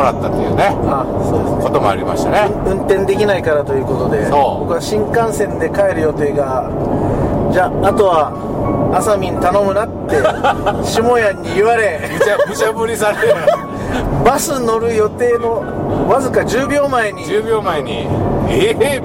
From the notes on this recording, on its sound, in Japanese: 埼玉県。ドライビング対談収録をいたしました。